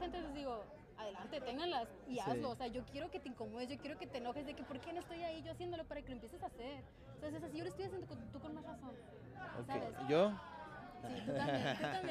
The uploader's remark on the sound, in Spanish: Episodio Especial ARRE FESTIVAL. Mi primer evento publico.